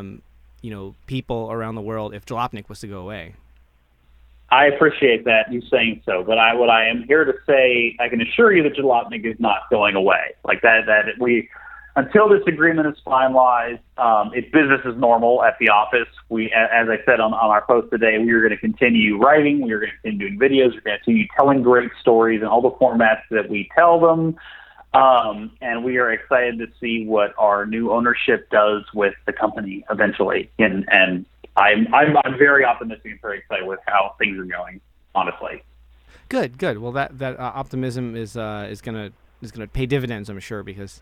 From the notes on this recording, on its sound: joined over the phone